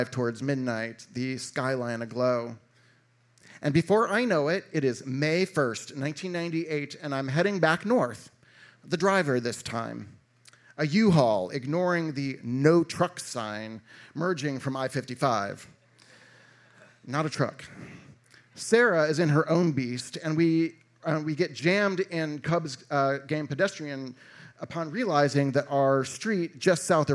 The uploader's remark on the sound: a live lit and music series recorded at Martyrs in Chicago's North Center neighborhood